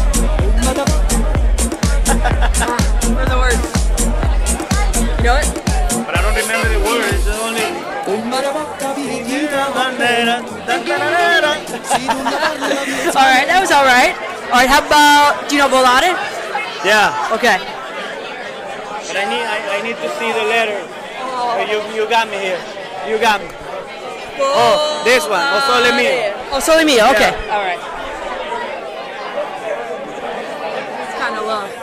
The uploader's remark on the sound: Location: Carmine & Sons Bar and Restaurant, Brooklyn. Event organizer: in conjunction with Federazione Italiana Baseball Softball.